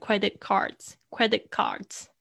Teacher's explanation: 因为要急着发 card 的声音的时候，T 顶住，但是不爆破，变成 credit cardscredit cards.